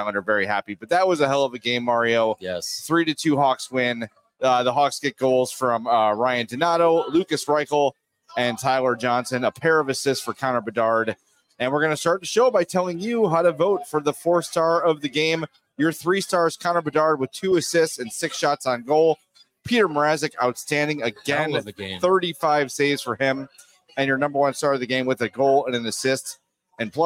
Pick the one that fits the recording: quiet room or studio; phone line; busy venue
busy venue